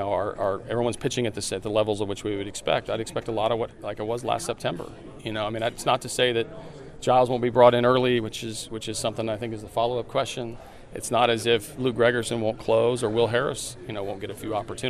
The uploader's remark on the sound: chats with the media during the Houston Astros annual luncheon